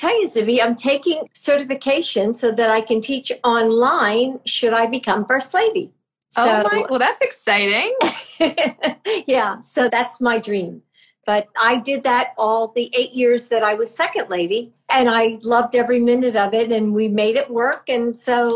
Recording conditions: video call